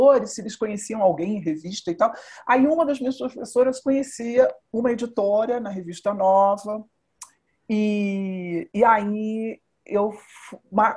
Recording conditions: video call